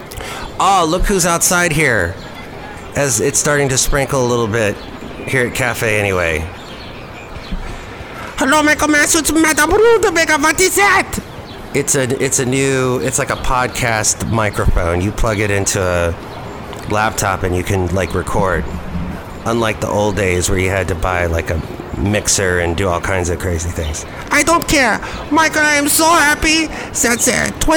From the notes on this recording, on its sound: Podcast live from Cafe Anyway.